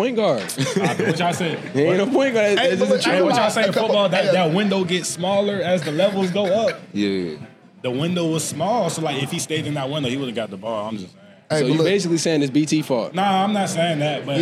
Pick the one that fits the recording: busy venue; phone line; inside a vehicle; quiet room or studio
busy venue